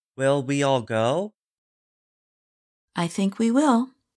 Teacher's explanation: The speaker says the words go and will with more force or stress. If a word is stressed, English does not permit reduced or weak forms.